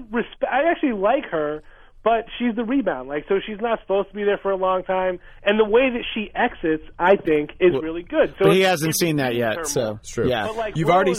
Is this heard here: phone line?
yes